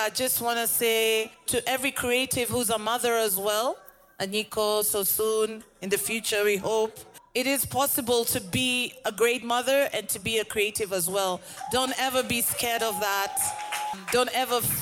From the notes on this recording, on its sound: The last conversation recorded at VIP ACCESS Podcast first pop-up event.